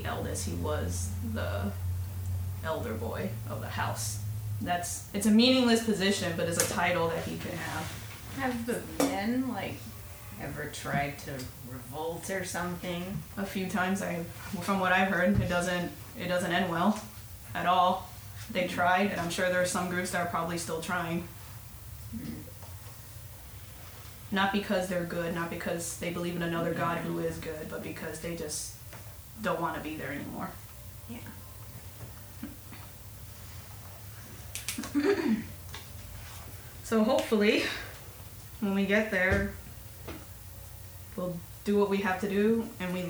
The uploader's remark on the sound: We apologize in advance for any background noise. It was well over 100 degrees, and the air condition was necessary for everyone's health.